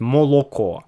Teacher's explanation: произносишь о в безударном положении как о, а не как а · Term: оконье